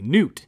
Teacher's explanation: And I guess the Americanized version, or the overly Americanized version, I should say, of his name is a, not just a soft K, but a silent K, Knut, as in like a small lizard.